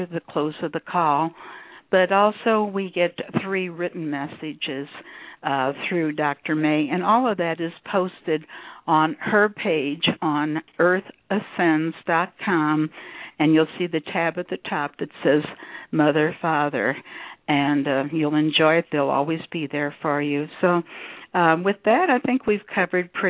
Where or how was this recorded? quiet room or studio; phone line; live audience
phone line